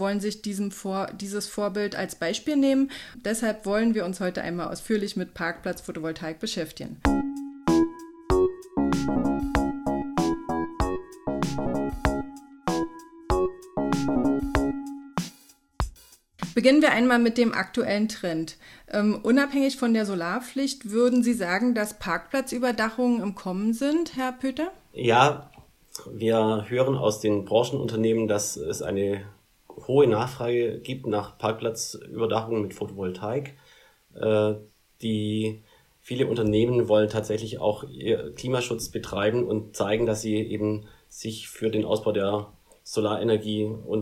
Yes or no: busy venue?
no